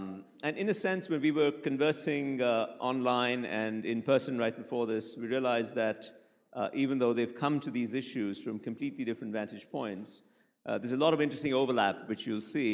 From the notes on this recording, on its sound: A live session from #JaipurLitFest2020.